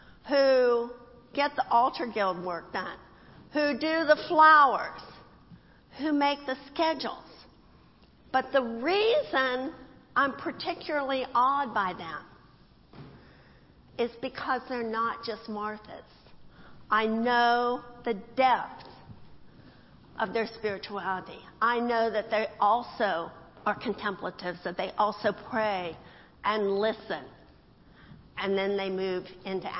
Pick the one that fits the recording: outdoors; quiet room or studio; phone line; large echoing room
large echoing room